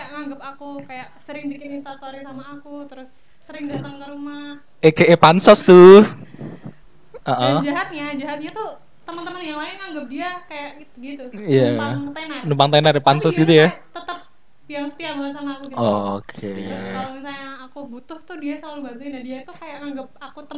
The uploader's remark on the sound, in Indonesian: Mohon pemakluman dengan audio yang timpang, ada banyak kesalahan teknis di episode kali ini